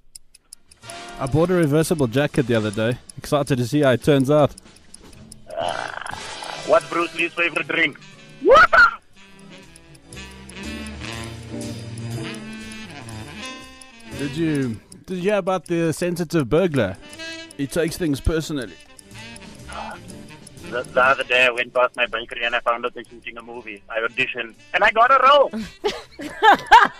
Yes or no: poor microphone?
no